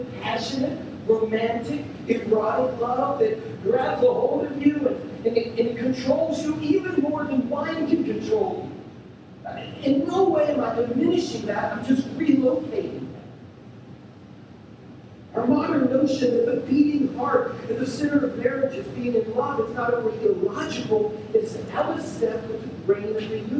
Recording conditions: poor sound quality